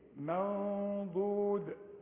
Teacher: والغنة تخينة علشان الضاد تخينة · Term: إخفاء بغنة